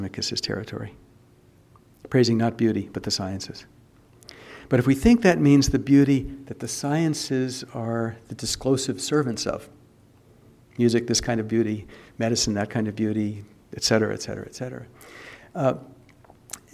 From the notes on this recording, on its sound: Audio recording of a lecture delivered on March 21, 2008. As part of the Formal Lecture Series.